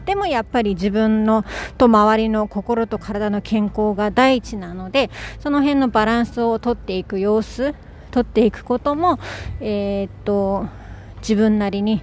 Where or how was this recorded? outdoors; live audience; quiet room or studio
outdoors